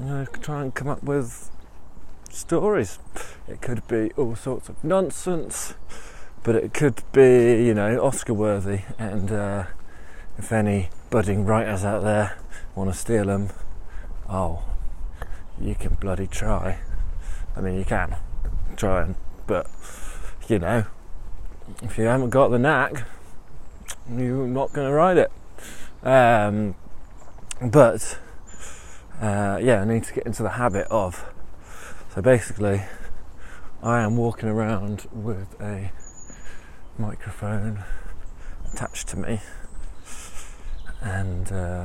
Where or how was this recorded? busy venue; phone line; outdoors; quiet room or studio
outdoors